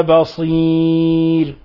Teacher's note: ونلاحظ أيضا كيف قد رققنا الراء الموقوف عليها وقد تقدم نظير ذلك أكثر من مرة وبينا السبب لوقوع الياء